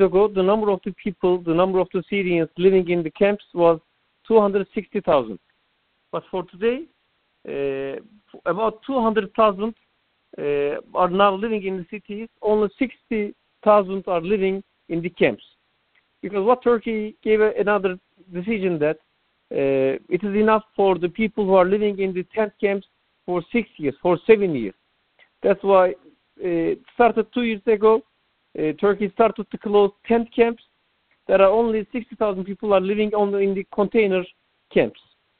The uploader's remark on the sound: The Turkish Heritage Organization hosted a teleconference